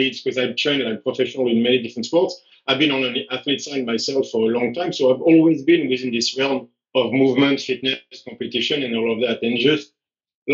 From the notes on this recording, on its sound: It's not the cleanest audio, but don't forget that we're on two different continents and still making this happen!